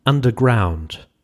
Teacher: anapestic as in underground. Two unstressed, then one stress, and the rhyme does the rest to establish that limerick sound.